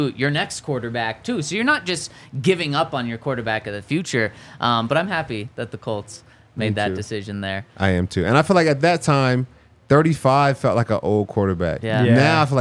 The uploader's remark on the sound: coming to you LIVE from the DNVR Bar